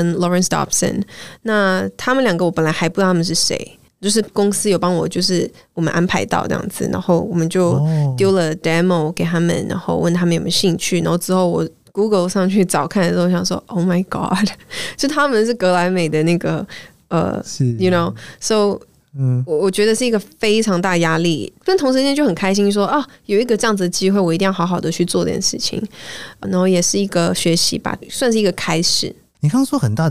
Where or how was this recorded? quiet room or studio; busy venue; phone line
quiet room or studio